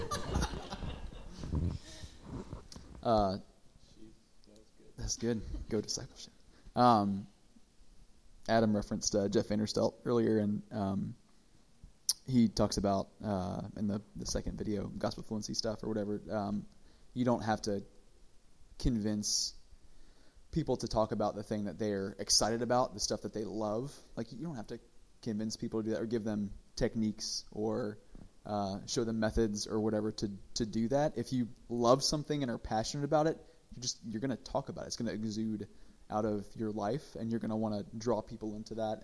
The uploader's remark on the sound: This is audio from our very first Discipleship Panel Conversation + Q&A, hosted by Rooted, our monthly women's gathering.